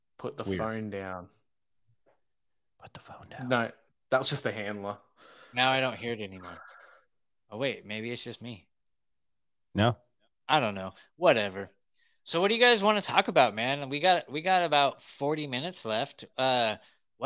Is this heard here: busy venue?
no